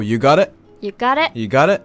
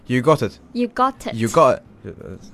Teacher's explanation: In America, they don't pronounce T. Like, sometimes they don't actually pronounce the T · Shown in: first take · Term: American accent